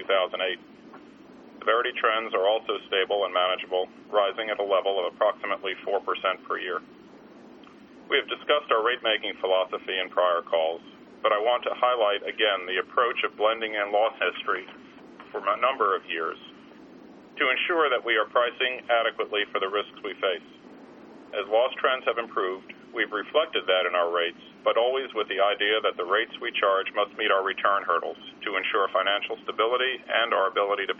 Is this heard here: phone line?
yes